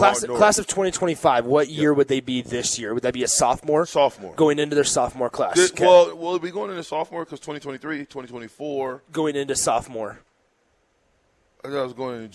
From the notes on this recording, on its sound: Live from Wingstop